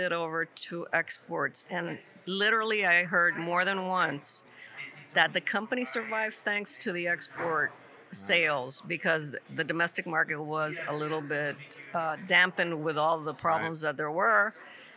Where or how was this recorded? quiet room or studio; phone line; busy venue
busy venue